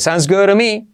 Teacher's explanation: T como R suave